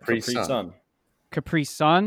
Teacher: So the emphasis is on the sun. Well, the emphasis is on the last syllable